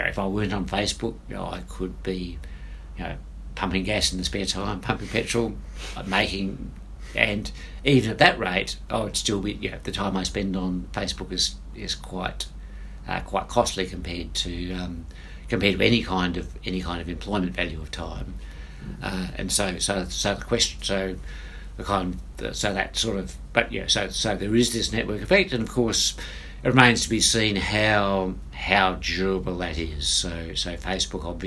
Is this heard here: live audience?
no